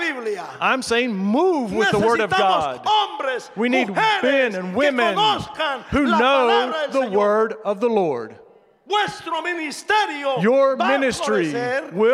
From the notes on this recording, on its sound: presented by Asbury Seminary Kentucky Chapel, recorded on Tuesday, April 25, 2023 at Asbury Theological Seminary's Kentucky campus